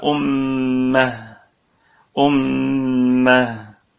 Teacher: تلك أمة، أمة الهمزة محققة في البدء والوصل والكلمة كلها مرققة، الميم مشددة في أعلى درجات الغنة